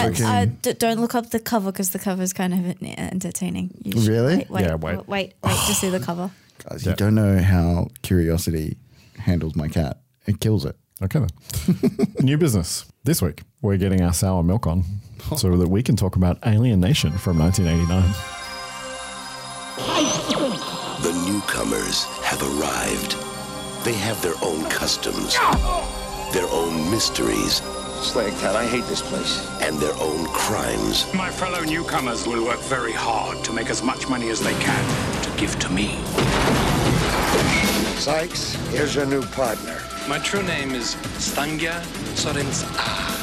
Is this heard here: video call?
no